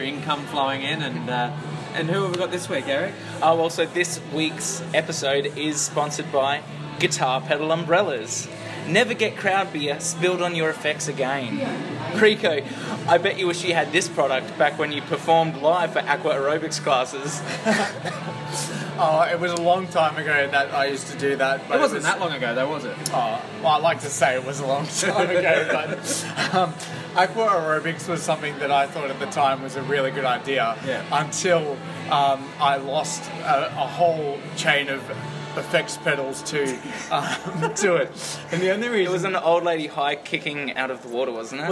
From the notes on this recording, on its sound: Recorded live at Maroochy RSL, Maroochydore QLD.